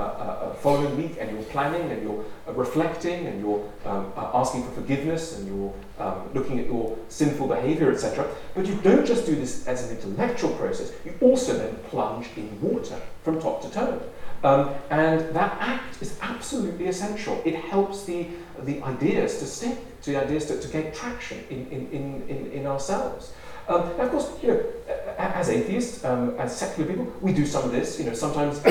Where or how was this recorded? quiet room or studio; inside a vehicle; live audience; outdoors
live audience